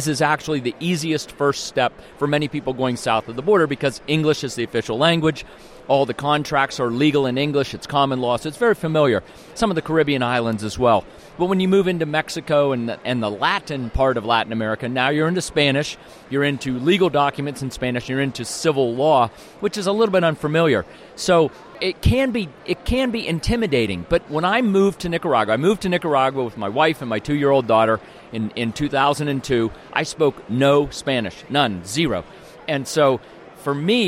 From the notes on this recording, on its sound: Freedom Fest Interviews Part Two